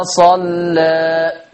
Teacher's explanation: نلاحظ من لفظ صلى اجتماع لام مغلظة مع ألف مقللة قولا واحدة، لذلك يتعين ترقيق اللام مع الألف المقللة قولا واحدة ويمتنع التغليظ